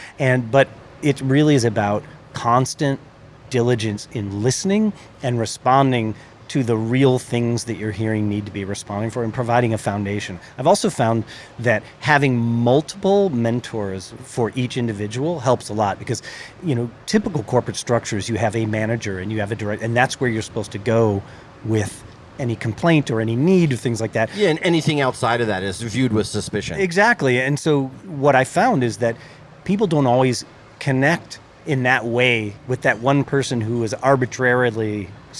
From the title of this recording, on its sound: Indie Colorcast Live at The LINE Hotel